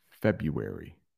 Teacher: don't really pronounce that R